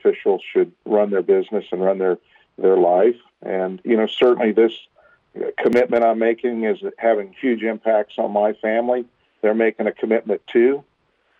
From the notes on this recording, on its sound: Then we'll open up the phone lines. Feel free to call in and sound off on any topic that strikes your fancy.